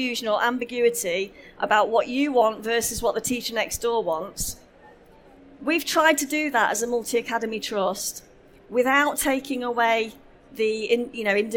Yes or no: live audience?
yes